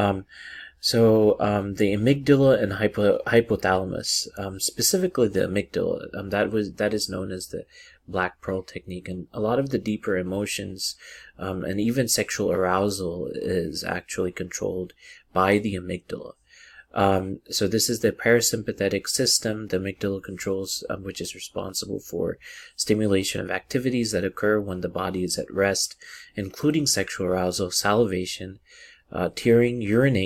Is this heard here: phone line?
no